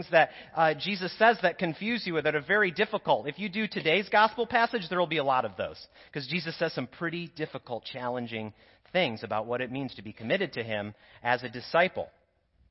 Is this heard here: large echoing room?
yes